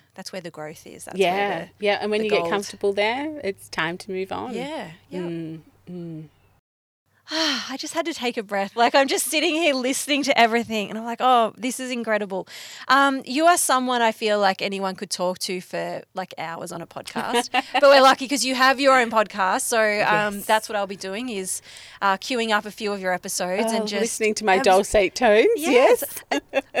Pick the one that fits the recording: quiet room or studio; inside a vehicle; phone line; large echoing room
inside a vehicle